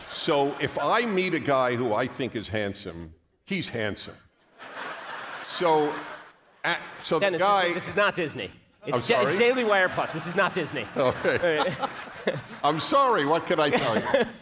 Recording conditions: live audience